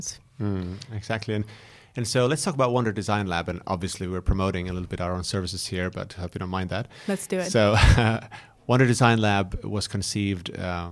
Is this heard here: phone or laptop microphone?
no